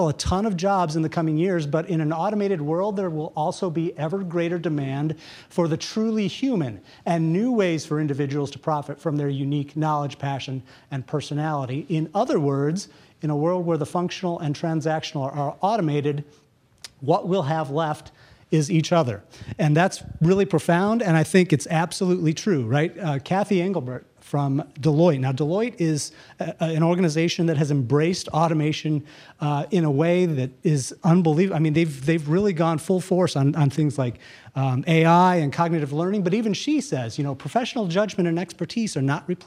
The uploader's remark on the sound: Day 2 of the live event coverage of the VeraSage Symposium. Every two years, the Fellows of VeraSage gather to learn from one another.